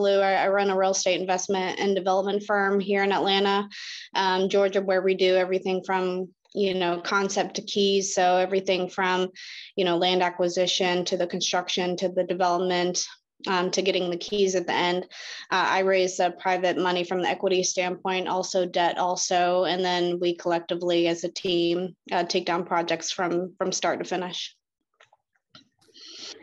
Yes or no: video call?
yes